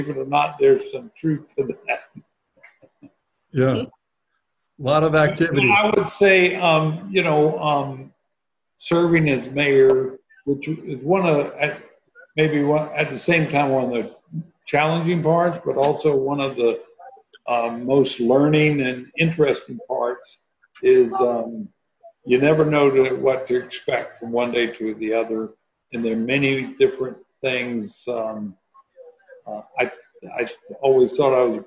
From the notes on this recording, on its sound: Joined the ANN crew for a group interview over Zoom.